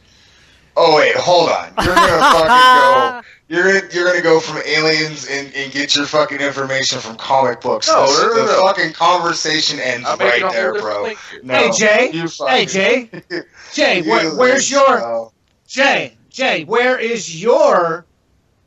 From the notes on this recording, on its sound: Due to tech issues we have no video this week only Audio! Sorry for the quality of the audio.